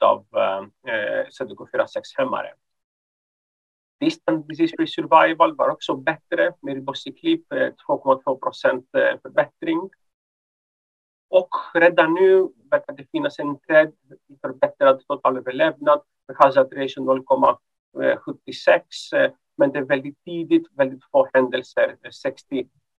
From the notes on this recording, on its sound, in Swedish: Ljudinspelningen från SOF:s webbinarium